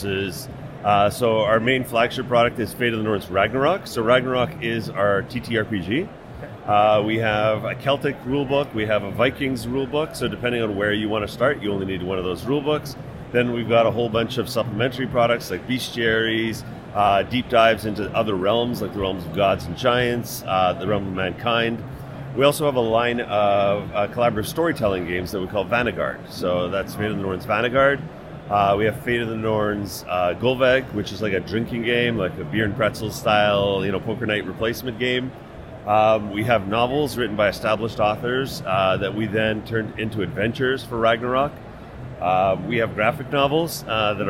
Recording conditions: busy venue